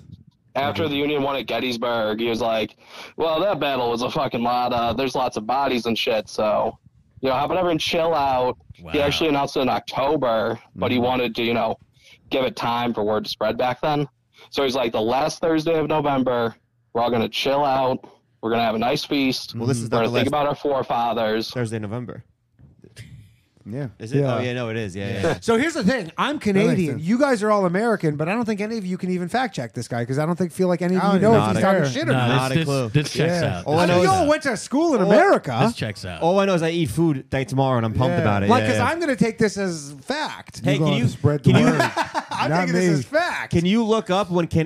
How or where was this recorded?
phone line